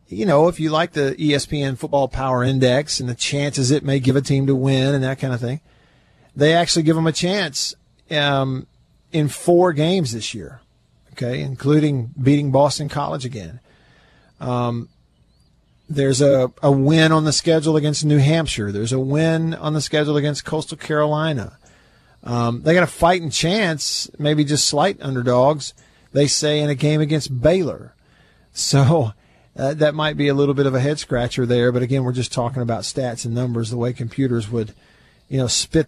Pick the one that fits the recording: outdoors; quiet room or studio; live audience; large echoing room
outdoors